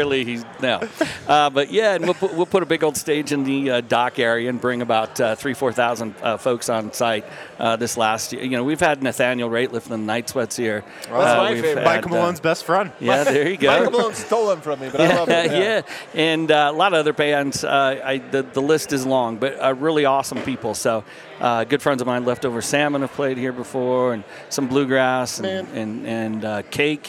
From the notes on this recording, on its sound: live from Breckenridge Brewery